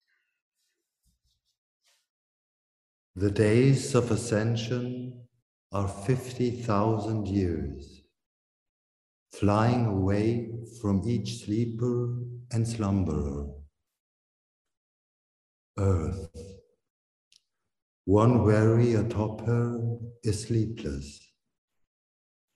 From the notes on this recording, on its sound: First Friday ZOOM Sessions